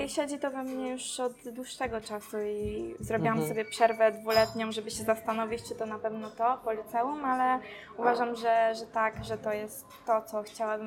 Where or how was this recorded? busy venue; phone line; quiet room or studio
busy venue